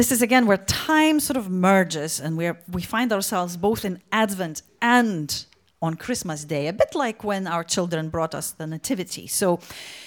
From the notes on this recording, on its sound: Audio podcast of Nativity Service. The Sunday School.